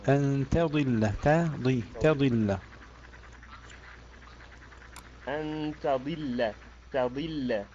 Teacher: رقق التاء فخم الضاد